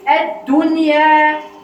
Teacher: لما اقول الدنيا الدال دي عندي مشدده